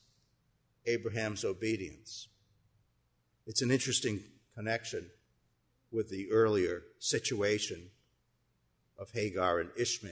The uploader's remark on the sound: Our worship service at the Old First Church in Bennington, Vermont, June 27, 2020